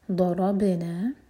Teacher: दौद हम ज़बान की साइड से पढ़ते हैं, टिप से नहीं